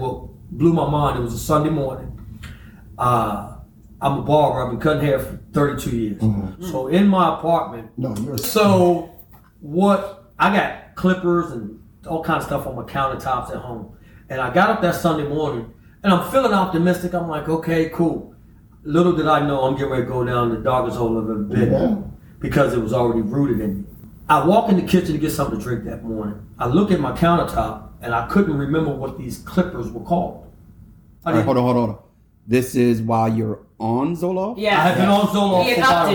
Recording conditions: poor microphone